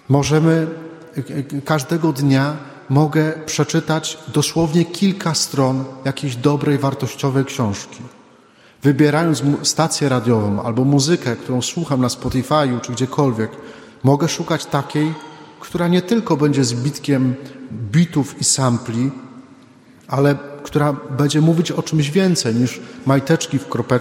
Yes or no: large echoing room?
yes